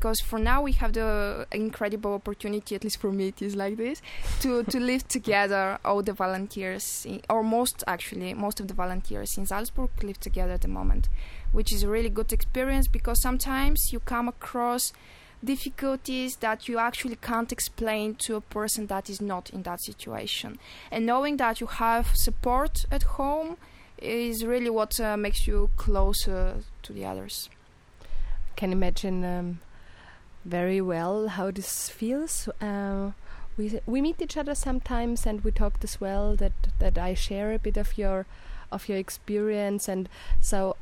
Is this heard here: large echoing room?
no